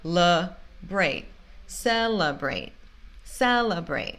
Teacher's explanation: A primeira sílaba a gente fala se, se, certinho, porque é a sílaba tônica. Mas depois a gente fala le-brate.